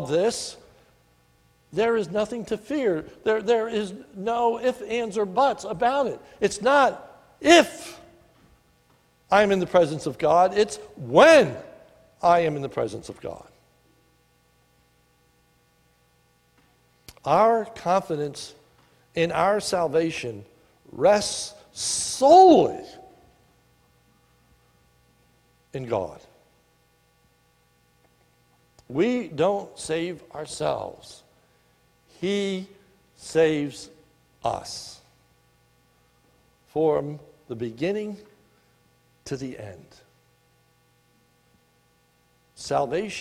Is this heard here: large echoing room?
yes